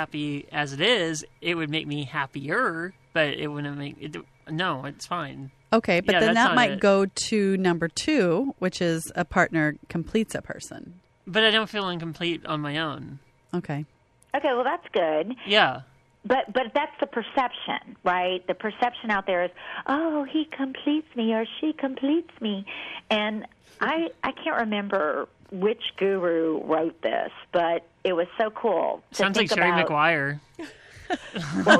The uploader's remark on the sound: call